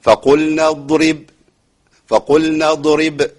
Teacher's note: الفاء مرققة، القاف مفخمة، اللام مرققة، النون مرققة، الضاد بعد كده مفخمة، الراء مرققة، الباء مرققة، يعني مفخم ومرقق.